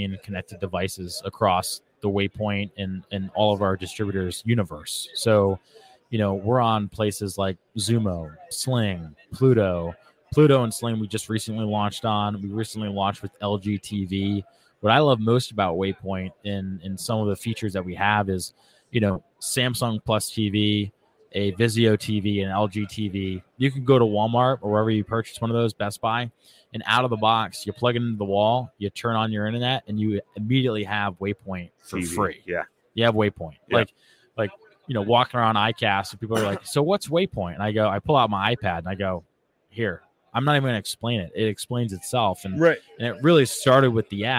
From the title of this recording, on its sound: Live From ICast